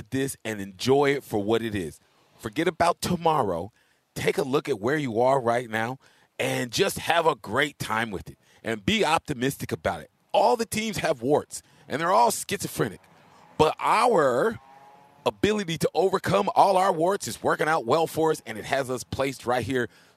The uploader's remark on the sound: Live from Hollywood Kia.